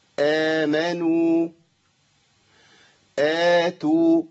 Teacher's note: البدل كله في القرآن بيمد بمقدار حركتين